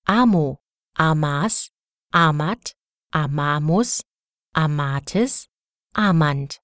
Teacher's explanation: Beachten Sie dabei, dass bei der Aussprache die Quantität des Stammauslauts a und die betonte Silbe wechseln. Bei amo, amat und amant wird der Stammauslaut kurz gesprochen, während bei amas, amamus und amatis der Stammauslaut lang bleibt.